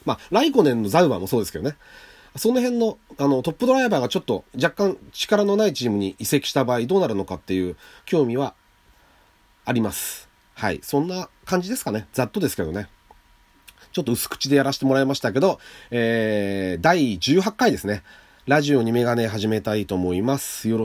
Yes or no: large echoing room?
no